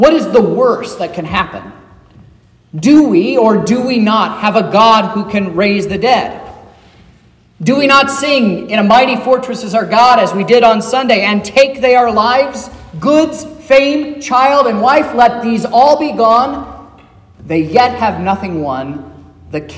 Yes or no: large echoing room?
yes